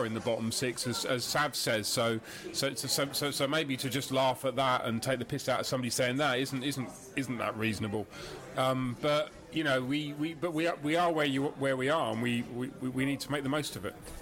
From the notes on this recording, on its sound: Huddersfield pre-match podcast from the pub. It was time to gather once again in a pub in West London - this time The Plough in Northfields with a backdrop of live jazz - to shoot the breeze.